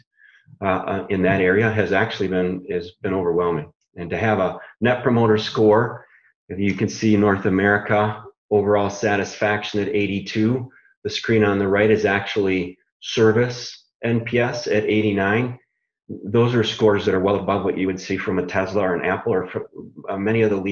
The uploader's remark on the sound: Online discussion and Q&amp;A for members in the Americas region. Americas Town Hall Features Great Q&A.